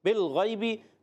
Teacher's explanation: یہاں پر غین حلق کے اوپر والے حصے سے ادا ہوتا ہے · Term: عرف حلقی